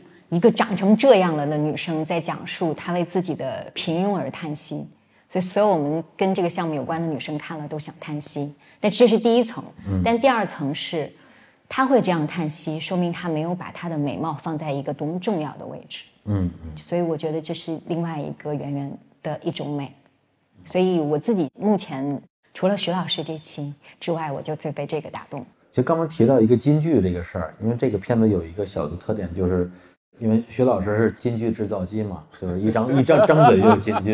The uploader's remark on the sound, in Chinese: 在《何不秉烛游》的线下放映互动活动中